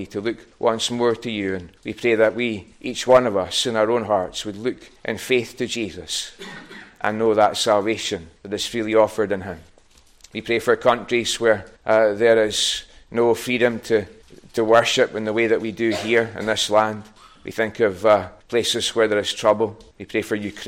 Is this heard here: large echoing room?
yes